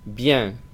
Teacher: Bien, es una E muy abierta, casi se parece a una A, pero es importante no decir bien. · Term: la nasal de la E